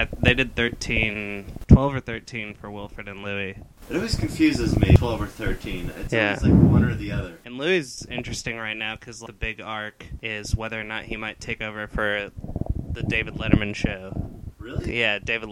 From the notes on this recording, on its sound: This is a test episode and there is only one microphone for the two hosts.